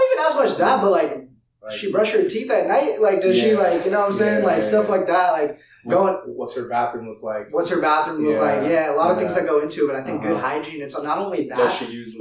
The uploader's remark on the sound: We know it's not perfect and we're working on improving our audio